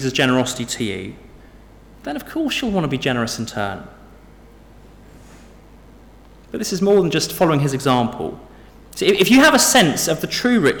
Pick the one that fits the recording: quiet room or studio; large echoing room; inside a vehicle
large echoing room